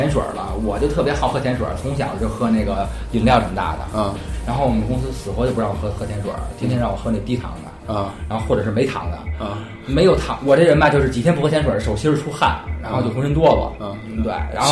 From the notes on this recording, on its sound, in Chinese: 人声部分是用录音机外录的，所以听上去可能有些辽阔